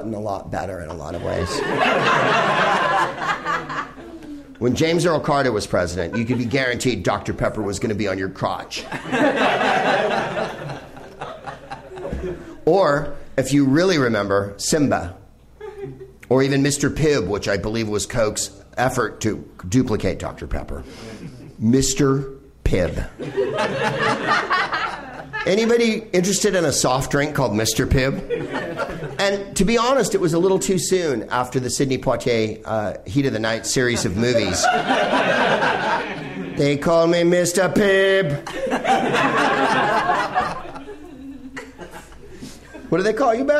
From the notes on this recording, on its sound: Live from the NerdMelt Showroom in Hollywood